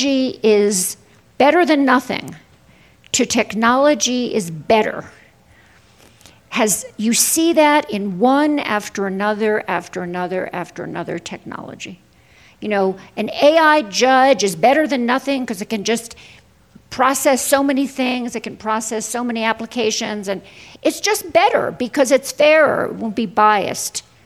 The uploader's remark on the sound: on stage at the 2021 festival